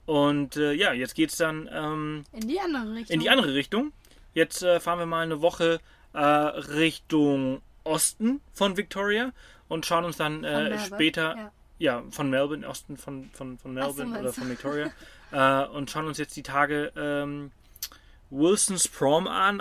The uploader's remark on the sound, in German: Dieses Mal live aus unserem Britz Camper im wunderschönen Bundesstaat Victoria in Australien.